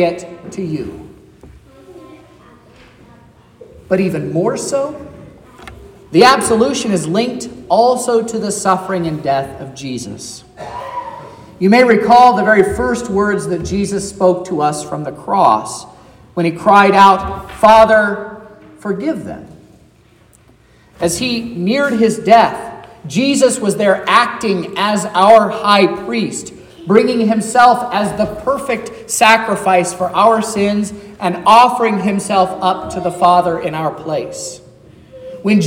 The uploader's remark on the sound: This is the sermon preached at Trinity Lutheran Church in Vallonia, Indiana, on Sunday, April 16, 2023.